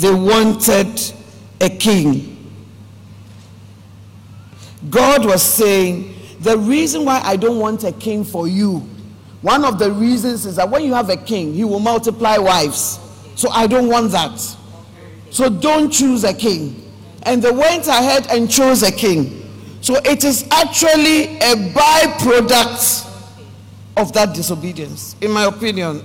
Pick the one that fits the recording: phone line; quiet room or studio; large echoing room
large echoing room